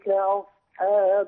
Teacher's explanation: لما قلت أصحاب فرققت الهمزة، انتقلت إلى صاد مفخمة، عدت إلى حاء مرققة